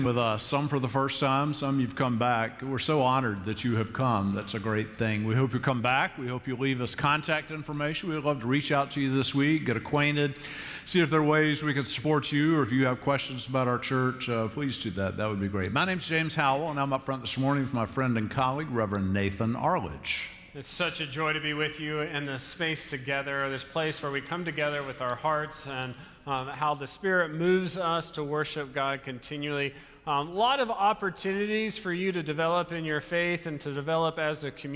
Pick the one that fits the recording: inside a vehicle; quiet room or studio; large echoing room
large echoing room